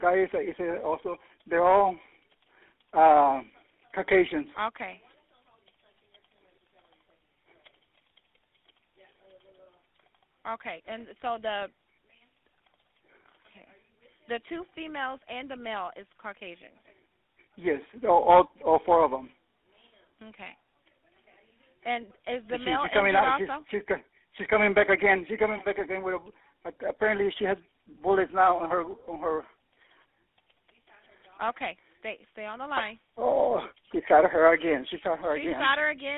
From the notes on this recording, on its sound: Anonymous neighbor 911 call in Sheats case by BuzzFeed.